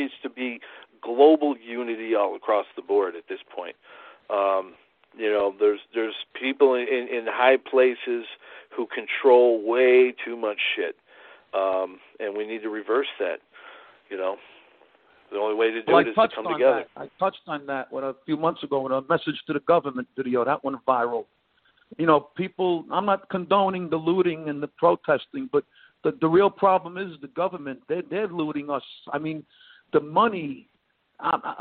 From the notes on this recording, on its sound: called in for a talk